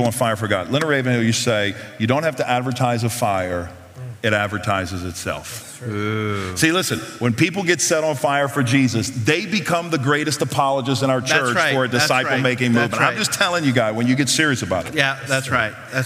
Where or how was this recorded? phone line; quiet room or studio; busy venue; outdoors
busy venue